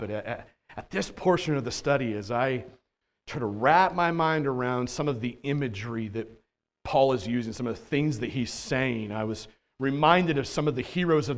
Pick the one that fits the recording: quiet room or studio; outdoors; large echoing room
large echoing room